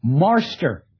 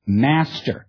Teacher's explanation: the intrusion of a post-vocalic R in marster instead of master · Shown in: first take